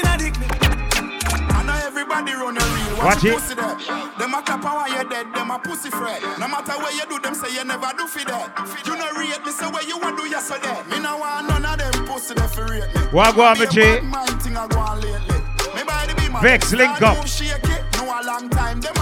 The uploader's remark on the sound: Hush Lounge 19.09.20 (Live Audio)